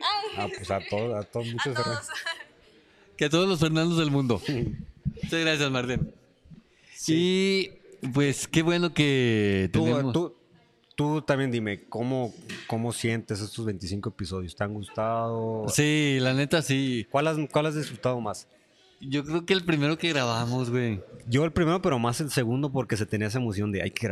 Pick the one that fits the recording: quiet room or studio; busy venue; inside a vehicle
busy venue